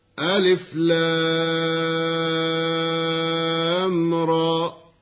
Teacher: فالألف لا مد فيه، واللام من حروف المد اللازم الحرفي بمقدار 6 حركات، والراء تمد مدا طبيعيا بمقدار 2 حركات